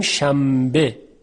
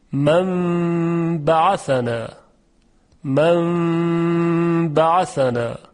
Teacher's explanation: نون ساکن که قبل از به قرار گرفته در تلفظ تبدیل میشه به میم، شنبه. پن به میگوییم پنبه، و مثال های زیادی که میتونیم پیدا بکنیم. · Term: قلب به میم